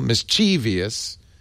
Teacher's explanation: It was also common for the word to be pronounced with the stress on the second syllable, mischievous, at least into 1700.